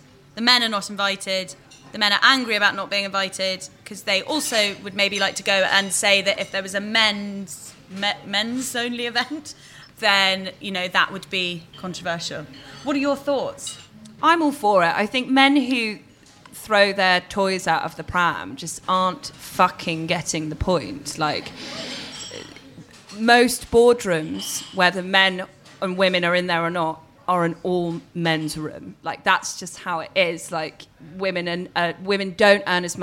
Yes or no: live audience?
yes